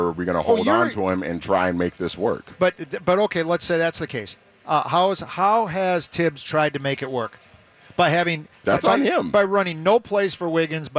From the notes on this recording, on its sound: live from the Venture Bank Minnesota Golf Show